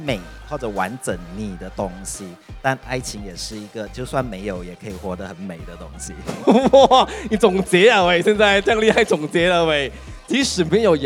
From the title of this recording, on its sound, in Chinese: 首次户外录音：彩虹节现场录制播客